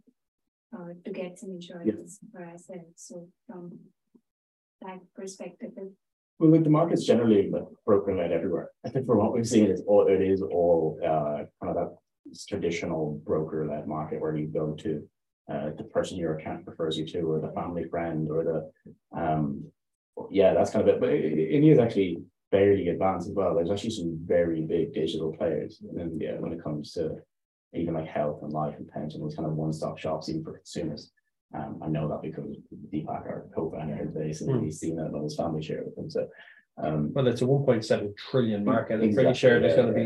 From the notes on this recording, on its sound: Dublin Tech Talks - in Person event. Sound Quality not the best will work on it for the next in person podcast I record.